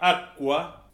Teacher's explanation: Tenés un sonido que hace vibrar las cuerdas vocales, luego un sonido que no hace vibrar las cuerdas vocales. La A hace vibrar las cuerdas vocales.